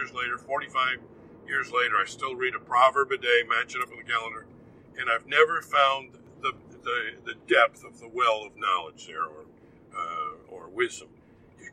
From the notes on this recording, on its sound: This podcast is recorded in a moving vehicle, so sound quality is degraded.